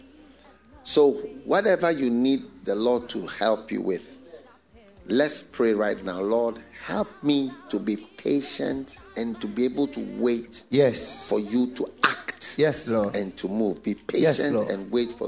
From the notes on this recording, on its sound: This Monday’s message has been extracted from the latest FLOW church sermon preached.